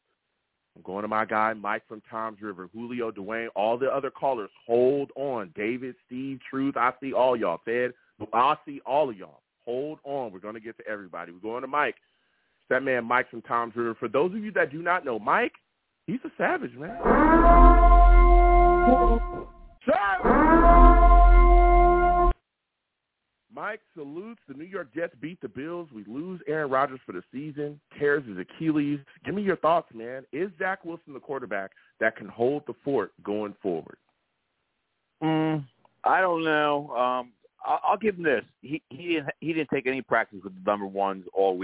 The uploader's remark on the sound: I take live callers!